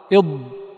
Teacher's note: من الخطأ أن البعض يأتي بهذا النطق ولا يجعل اعتماده حقيقة على حافة لسانه، بل يكون اعتماده في الحقيقة على طرفه إض، فهذا وإن اشتبه صوته بصوت الضاد الصحيحة الفصيحة لكنه خالف في المخرج، فلابد أن تعتمد على جانب لسانك.